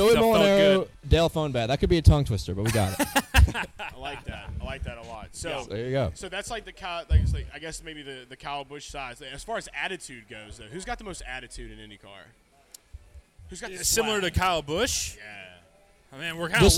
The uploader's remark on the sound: LIVE from Hooters in Downtown Indianapolis